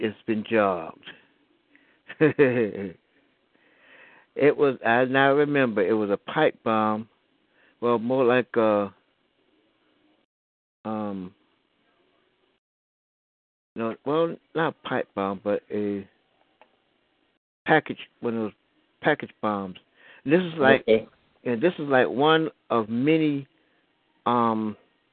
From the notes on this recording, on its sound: your phone calls